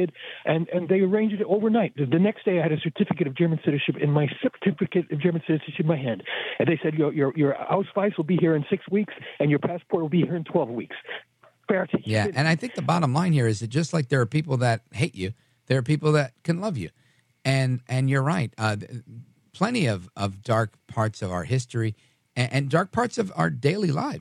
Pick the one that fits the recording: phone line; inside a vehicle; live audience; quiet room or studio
phone line